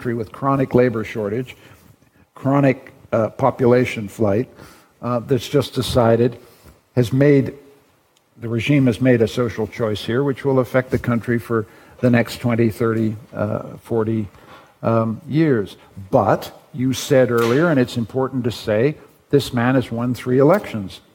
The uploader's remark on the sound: Broadcasted live in De Balie in Amsterdam